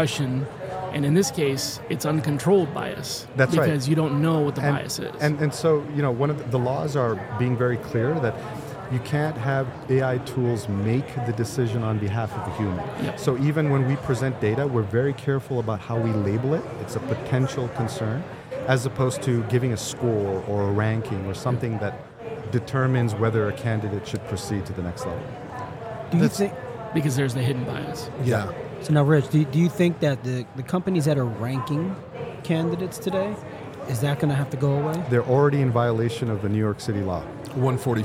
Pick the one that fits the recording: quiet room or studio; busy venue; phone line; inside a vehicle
busy venue